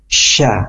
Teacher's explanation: dia ada sifat yang tidak dimiliki sama huruf yang lain. At-tafasyi ya, sya, menyebarnya angin.